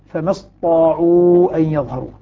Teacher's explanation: تشديد الطاء على اعتبار أنه كان فيها تاء وأدغمت التاء في الطاء فأصبحت طاء مشددة